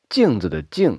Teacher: 镜子的镜是后鼻音四声